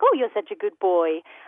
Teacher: in a sort of high-pitched, pitch modulating voice like you would when you first meet your dog · Term: dog-directed speech